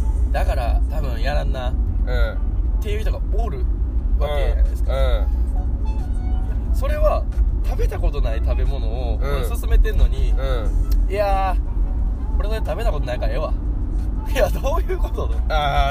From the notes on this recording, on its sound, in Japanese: 縦走してる途中、テントの中で収録してます。